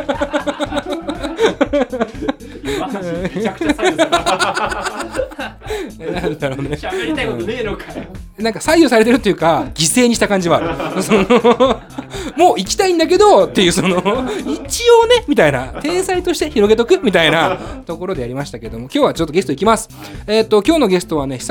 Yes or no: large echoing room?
no